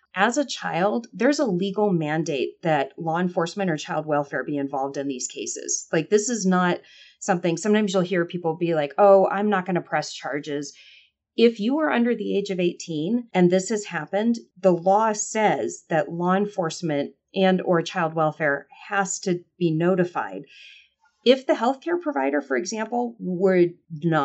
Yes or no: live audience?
no